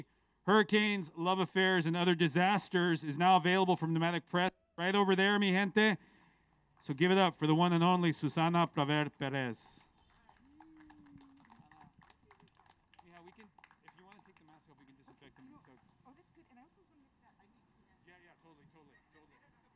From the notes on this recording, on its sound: Recorded live at the steps of the San Francisco downtown public library last week.